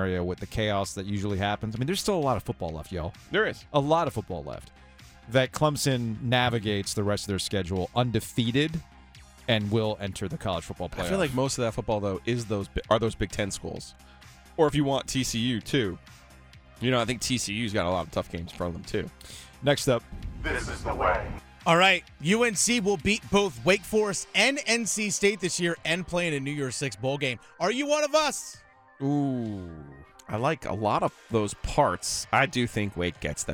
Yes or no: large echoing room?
no